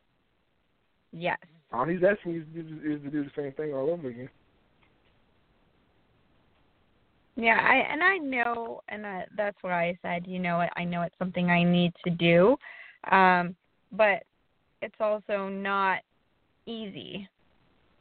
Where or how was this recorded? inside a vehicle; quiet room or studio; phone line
phone line